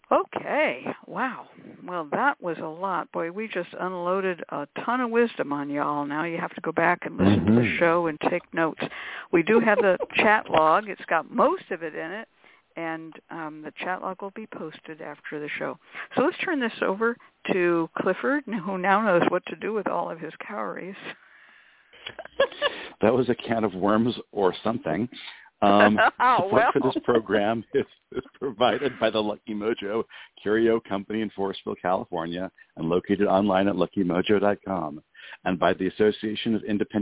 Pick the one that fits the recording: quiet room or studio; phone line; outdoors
phone line